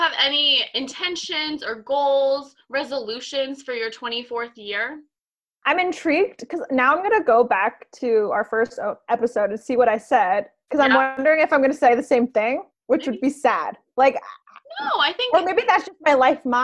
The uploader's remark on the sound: reunite in the Zoom room